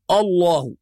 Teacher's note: بعض الناس لما يقرأ لفظ الجلالة يقول الله، يفخم الهمزة